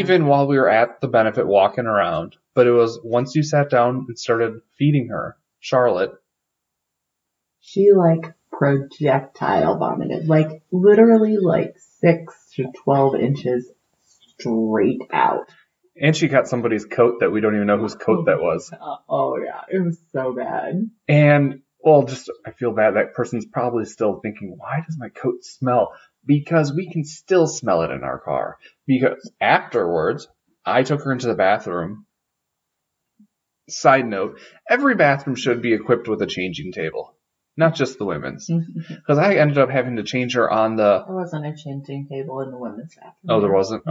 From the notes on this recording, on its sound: Sorry for the poor audio. We had some computer issues but wanted to get this out!